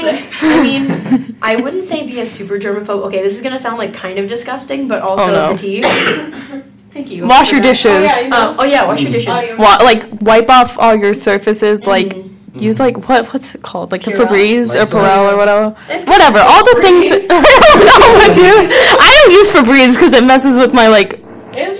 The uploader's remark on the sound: We got bad audio but good vibes.